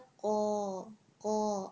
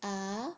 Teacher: जब हम आ बोलते हैं आ, तो हमारे होंठ श्रिंक नहीं होते · Shown in: second take